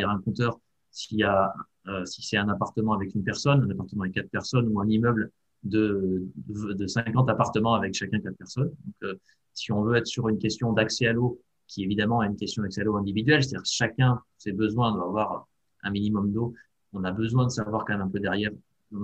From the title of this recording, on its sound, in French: 29 janvier 2021 en visio